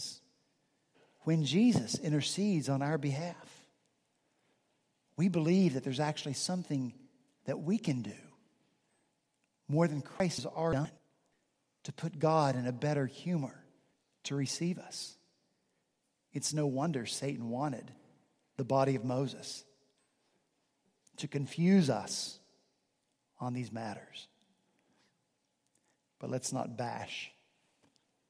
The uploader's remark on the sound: At Redeemer Presbyterian Church in Charleston, SC, our senior pastor preached from Deuteronomy 34 in his penultimate sermon.